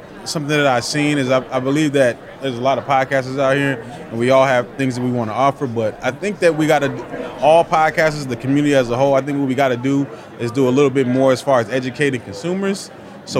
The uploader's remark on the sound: live from the Podcast Movement event